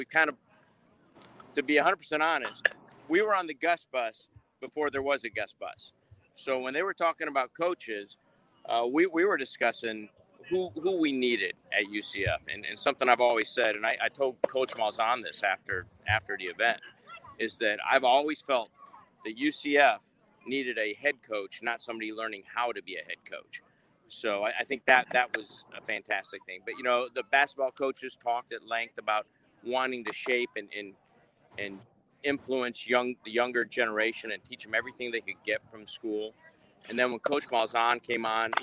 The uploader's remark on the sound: LIVE from the Charge On Tour in Oviedo